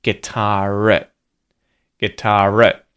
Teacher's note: We get the uh, linking R there at the end of the word guitar and it links to it